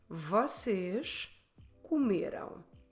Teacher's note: stress the second to last syllable, me.